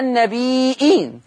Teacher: فيقرأ ورش بإثبات الهمز، مثل النبيين تقرأ النبيين، فيترتب على ذلك إشباع الياء أي إشباع المد المتصل وثلاثة البدل، هكذا النبي هذه ياء مشبعة مد متصل، إين مد بدل، فيه التثليث، فيه القصر، وفيه التوسط، وفيه الإشباع.